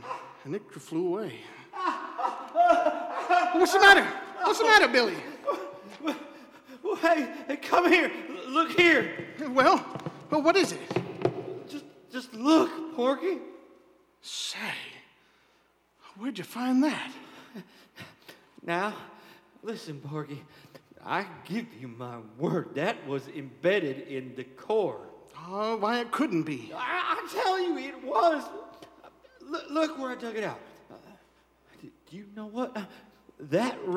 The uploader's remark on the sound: Live performance by Metropolitan Performing Arts actors and other community volunteers at Kiggins Theatre in downtown Vancouver, Washington. Live audience count: 100. Streamed live on KXRW-FM, Vancouver, WA.